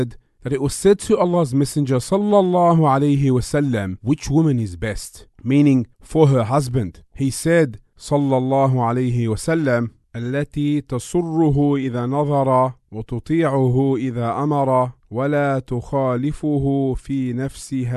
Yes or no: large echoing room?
no